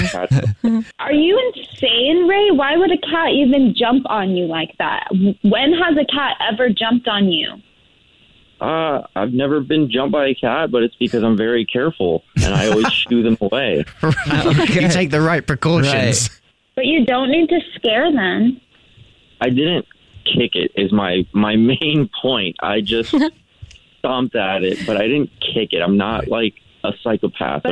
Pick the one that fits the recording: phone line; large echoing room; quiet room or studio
phone line